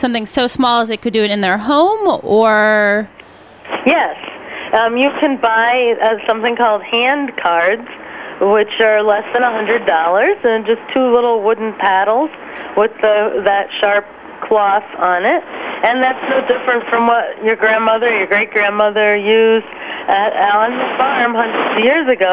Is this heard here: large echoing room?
no